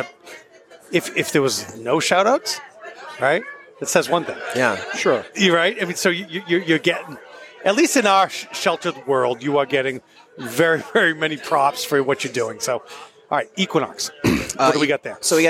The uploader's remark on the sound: taped at the Equilibrium and Friends event at Six West